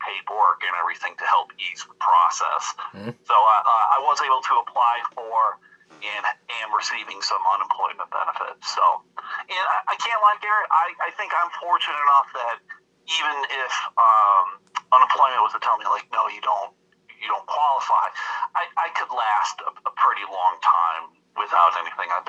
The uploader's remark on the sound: Recorded throughout April and May 2020 via telephone.